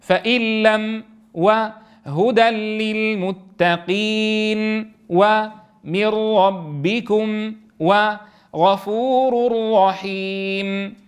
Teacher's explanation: لا بغنة، يعني إذا أدغمت في اللام النون، إذا أدغمتها في اللام والراء فإن إدغامك يكون بلا غنة